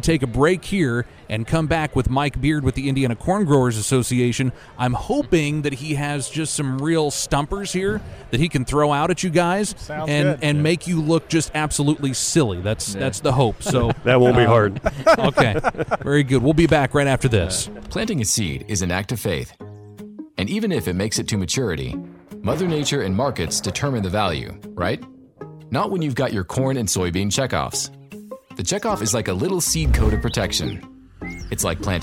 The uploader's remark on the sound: From Commodity classic in New Orleans, the new Purdue Crop Chat podcast comes from the trade show floor.